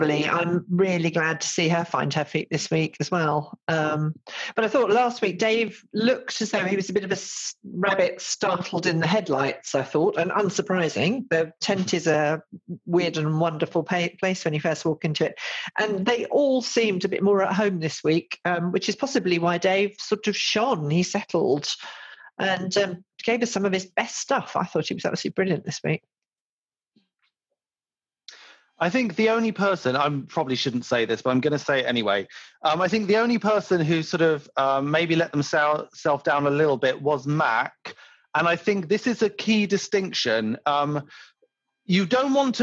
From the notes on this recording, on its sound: we recorded this podcast remotely via Zoom